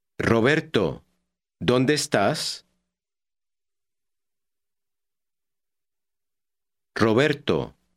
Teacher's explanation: When an R occurs at the beginning of a word, it is rolled or trilled more than usual.